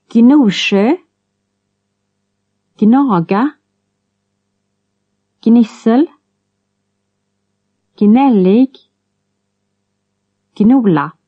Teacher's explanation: GN at the beginning of a word is G plus N, unlike English.